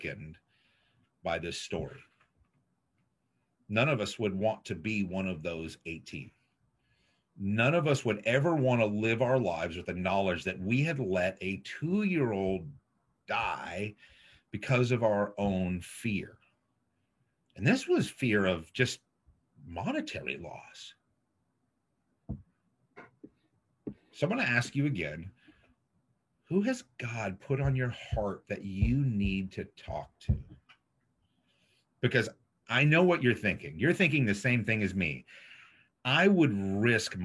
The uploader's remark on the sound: This was originally streamed on zoom.